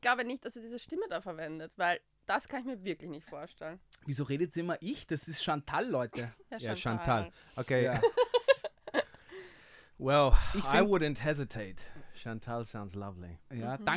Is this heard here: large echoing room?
no